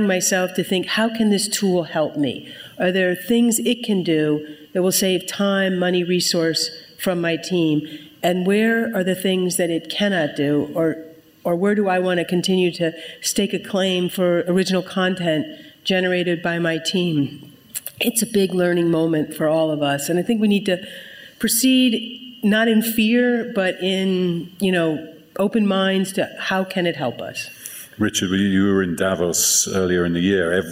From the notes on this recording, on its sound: Wednesday’s PRWeek Healthcare Conference + Awards in New York marked a new milestone for the brand: its first-ever live podcast